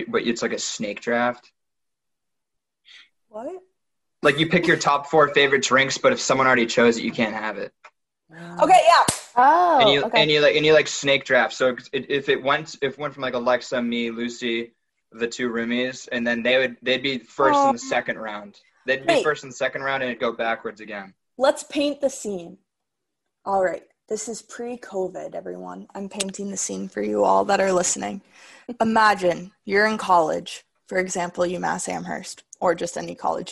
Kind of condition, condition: link, video call